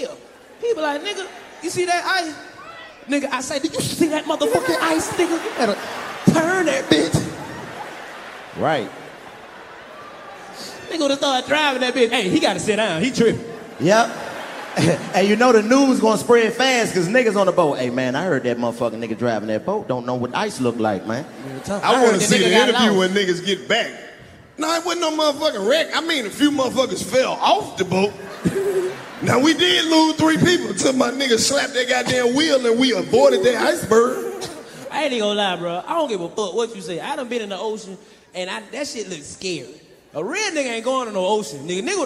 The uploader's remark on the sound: Another classic comedy show recorded in front of a live audience at the legendary Fillmore Theater!